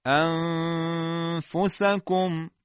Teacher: با عنوان مثال مثل کلمه انفسکم، انفسکم با شروع اخفا بدون اینکه نوک زبان به سوی مخرج نون بره میبینید که لب پایین به دندونهای بالا فقط نزدیک میشه، بدون اینکه گیرشی اتفاق بیفته. فضای دهان هم حالت ادای حرف فا رو به خودش میگیره و با حفظ این حالت عمده صدا به صورت دو حرکت از بینی خارج میشه و البته خب یه مقداری از دهان صدا خارج میشه.